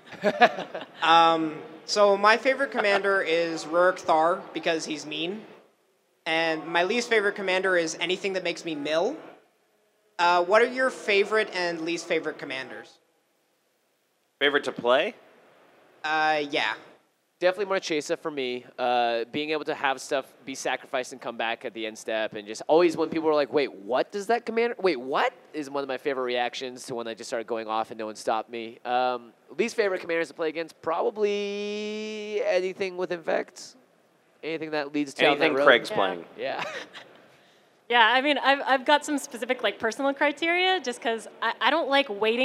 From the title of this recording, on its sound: LIVE at GP Vegas